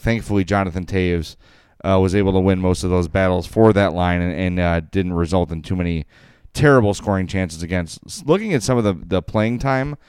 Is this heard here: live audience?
no